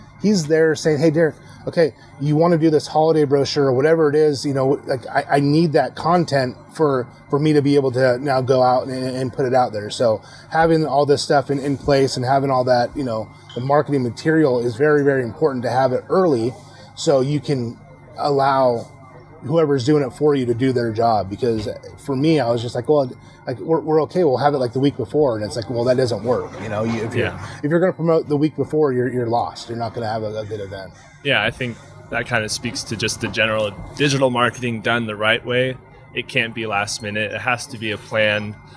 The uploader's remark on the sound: recorded live on the main stage of the 10th annual Spring Valley Tailgate and BBQ Fest